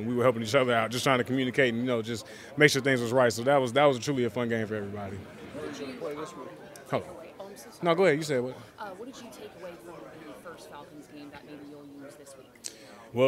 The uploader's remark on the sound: Press Conference